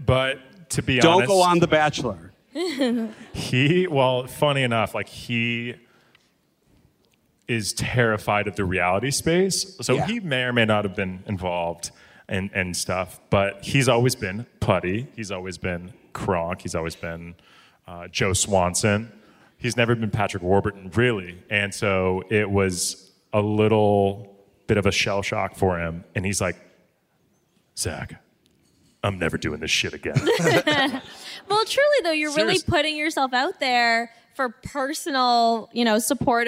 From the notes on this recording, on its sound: Live from the #SCADTVFest in Atlanta. In front of a live audience. Thanks to a few hilarious questions from the audience.